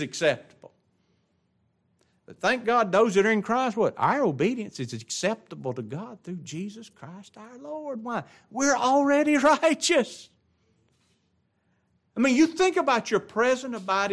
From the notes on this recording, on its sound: This is the LIVE STREAM broadcast of the adult Bible class and the Sunday Worship service of Grace Baptist of Ruston Louisiana.